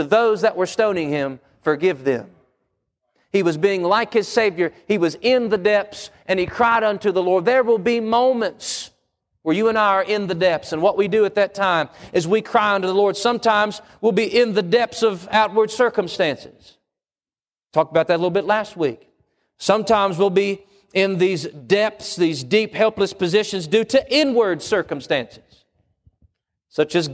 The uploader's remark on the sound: Wednesday PM Service